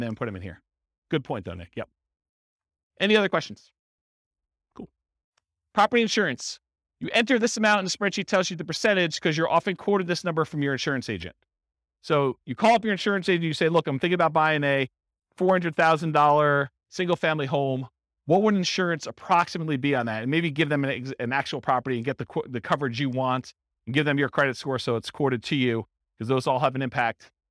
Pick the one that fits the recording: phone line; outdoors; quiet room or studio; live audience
live audience